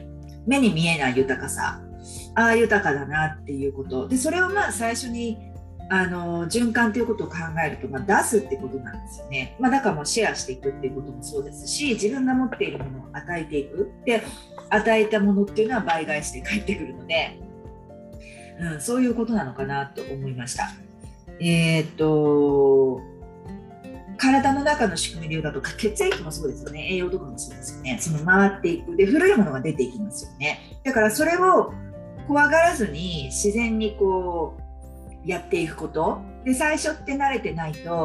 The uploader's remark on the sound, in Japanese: 今回はインスタライブの収録を編集して二回に分け